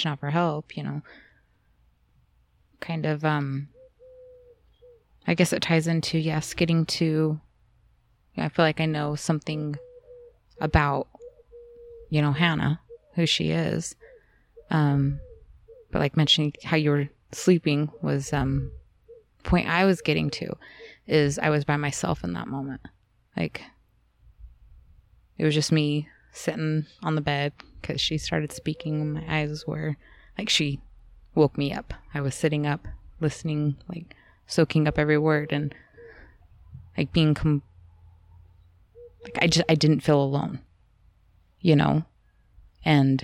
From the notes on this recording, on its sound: Recorded live under our favorite Willow tree.